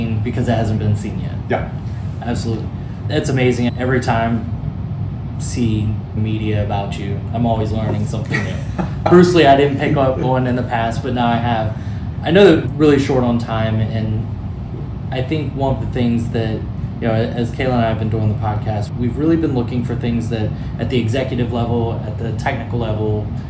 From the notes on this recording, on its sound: at RSA Conference